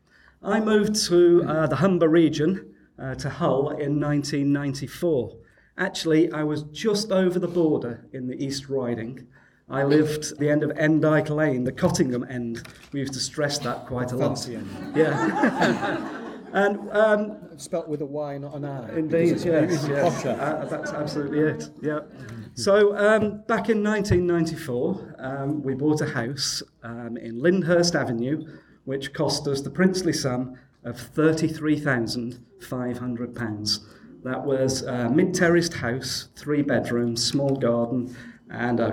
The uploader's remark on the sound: This podcast episode was recorded as a panel discussion at Hull and East Riding Citizens Advice Bureau's 'Helping People Through Crisis' event.